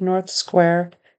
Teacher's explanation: North sounded a little bit off, North Square. Couldn't quite hear that TH very well, so it almost sounded like North Square without a TH.